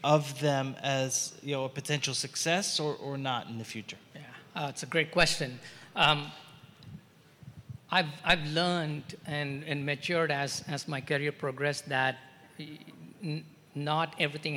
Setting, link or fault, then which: setting, busy venue